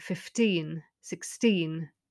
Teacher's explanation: in the teens, it's on the teen